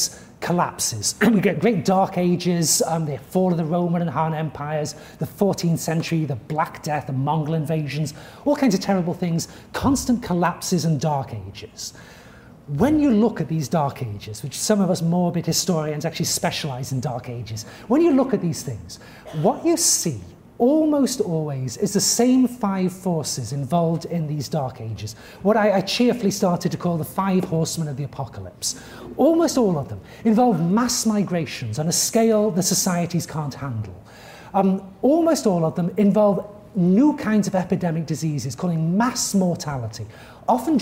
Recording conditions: live audience